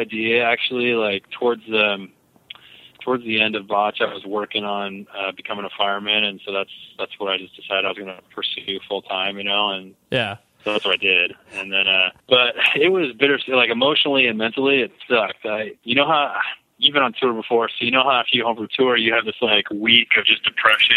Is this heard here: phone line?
yes